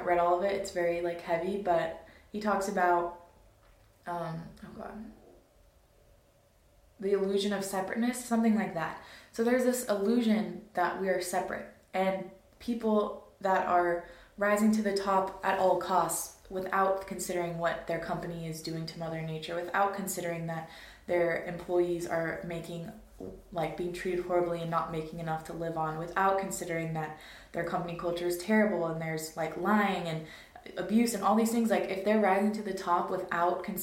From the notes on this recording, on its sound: Sorry about the audio quality on this one. My mic situation got messed up for this episode.